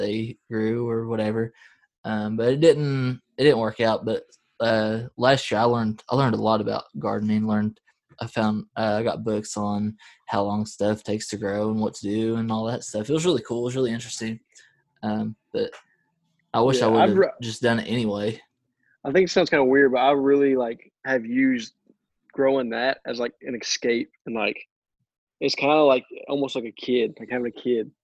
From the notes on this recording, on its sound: Had a nice zoom call